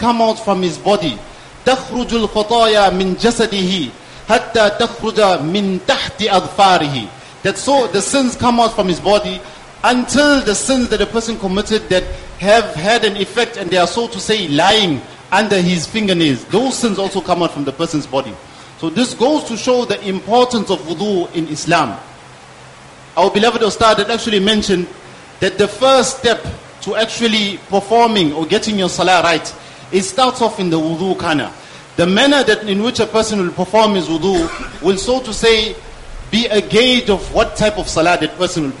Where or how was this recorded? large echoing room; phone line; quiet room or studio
large echoing room